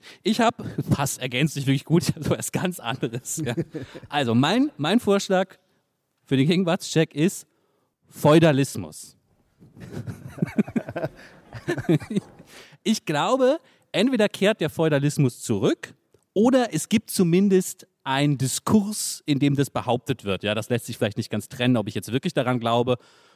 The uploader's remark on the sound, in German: Mit Livepublikum im Saal, beim Podcast-Festival von ZEIT ONLINE. Weil der so viel Spaß macht, spielen wir diesmal in Überlänge, und das mit Livepublikum im Saal, beim Podcast-Festival von ZEIT ONLINE .